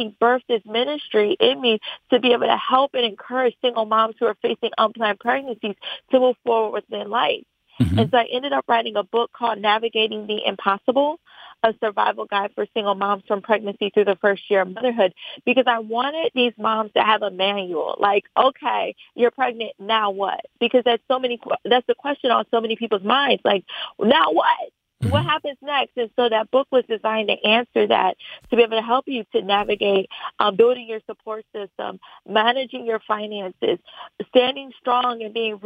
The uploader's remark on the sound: Today's Phone Guest